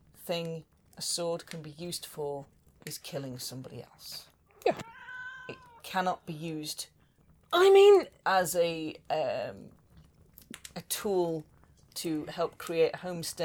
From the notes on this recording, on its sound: Background fire ambience